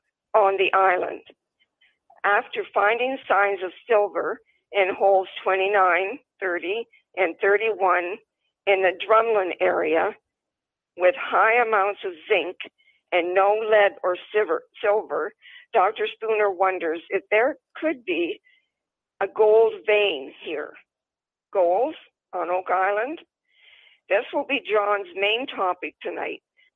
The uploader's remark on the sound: on the phone